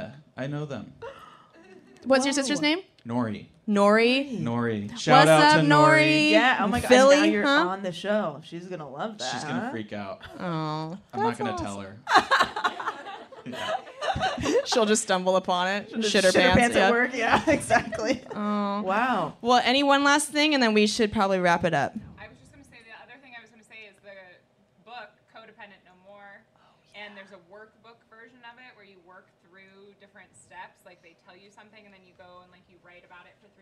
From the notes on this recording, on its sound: Live from San Francisco Sketchfest. This week's episode was recorded live from The San Francisco Sketchfest.